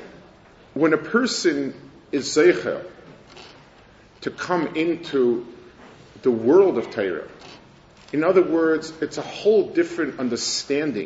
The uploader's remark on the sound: Delivered at the Mir Yerushalayim